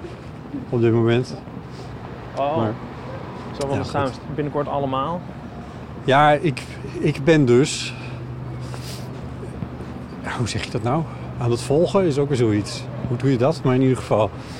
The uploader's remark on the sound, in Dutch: tijdens een wandeling langs de kunstwerken van het Amsterdam Light Festival